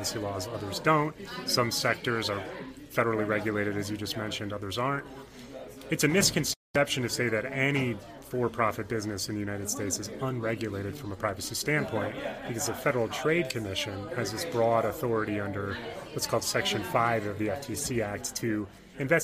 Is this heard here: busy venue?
yes